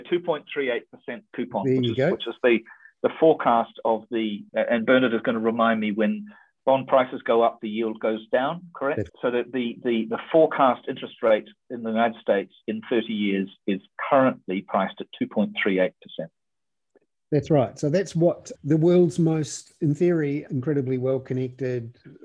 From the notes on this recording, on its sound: with around 30 subscribers on a Zoom webinar